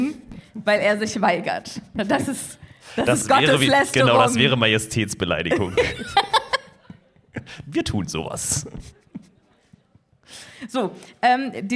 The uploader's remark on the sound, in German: LIVE IN BERLIN. Das Berliner Indie Podcast-Festival "PodFest" hat uns die Bühne für eine Aufnahme freigegeben und ein Fest war es wirklich!